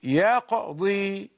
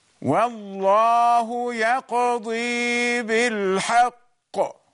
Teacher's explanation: This قاف in the middle of the word is not stronger in the vibration like the قاف مشدد at the end.